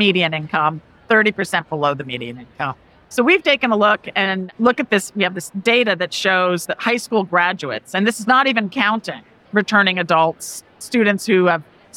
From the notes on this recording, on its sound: a conversation from the 2023 NACAC Conference